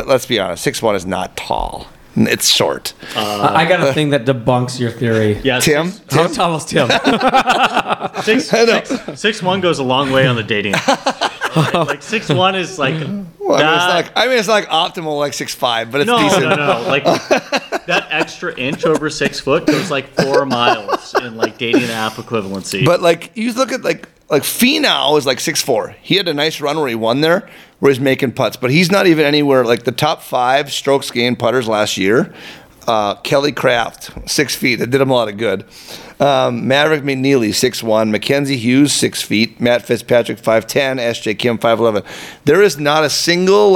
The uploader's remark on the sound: The podcast crew recorded live this week from the Minnesota Golf Lab in Long Lake, which is the home of Go Low Golf.